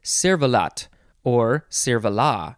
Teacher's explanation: you don't have to pronounce the T at the end because it is French